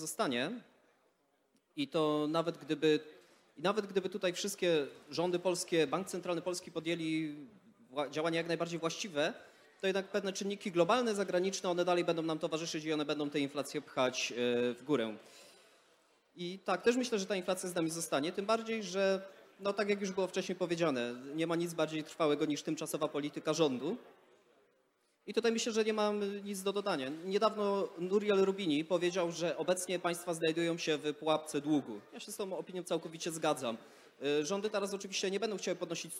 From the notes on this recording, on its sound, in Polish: Panel Instytutu Misesa. Odcinek jest nagraniem wystąpienia podczas Weekendu Kapitalizmu 2021.